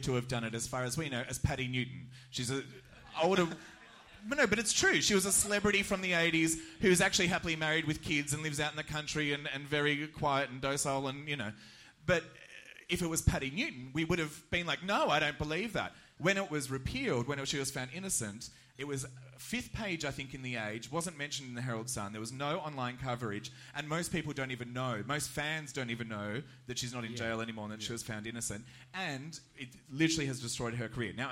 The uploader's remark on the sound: The Gays Are Revolting was presented live for the very first time at Midsumma Festival in Melbourne to a sold out crowd of 200 people. Note: part of the recording does distort, apologies.